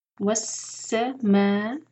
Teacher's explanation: वस्समाई, scene का मखरज जो है सीटी की आवाज आनी चाहिए जब सीन पढ़ते हैं. वस मा, मा को हम चार हर का लंबा करेंगे. यह है मध्य मुत्तसिल.